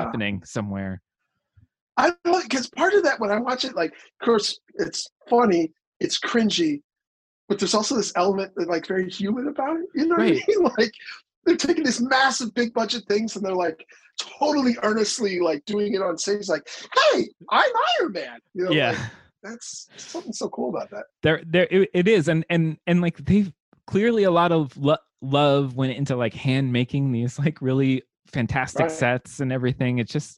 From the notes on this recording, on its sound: launches into the Damn Library Zoom Zone